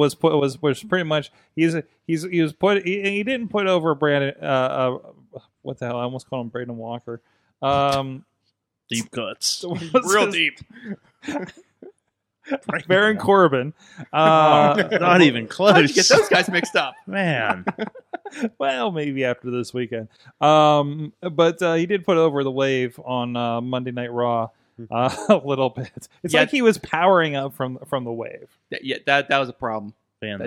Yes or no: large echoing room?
no